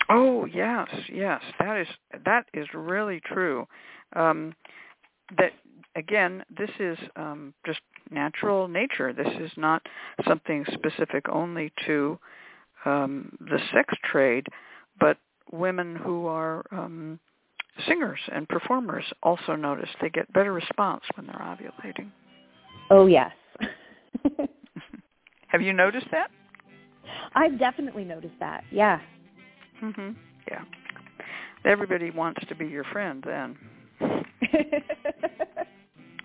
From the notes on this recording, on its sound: a real, live call-in show